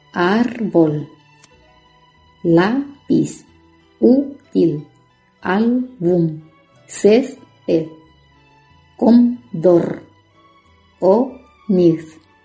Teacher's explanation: se están acentuando todas esas palabras en la penúltima sílaba